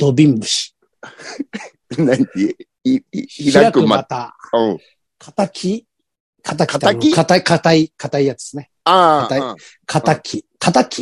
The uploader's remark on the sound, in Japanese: ZOOMで収録。